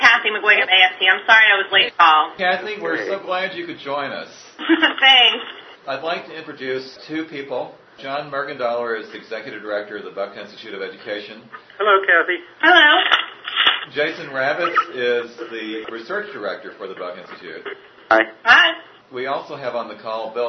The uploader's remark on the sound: A conference call